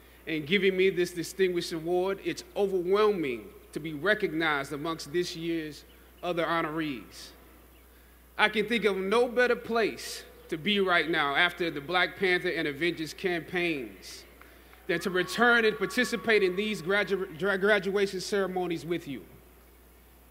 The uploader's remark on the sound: during Howard University's 150th Commencement Ceremony on Saturday, May 12 in Washington, D.